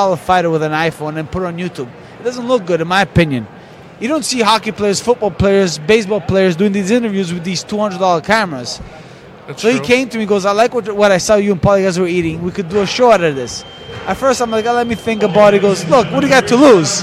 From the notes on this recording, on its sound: recording live from Barclay's Center in Brooklyn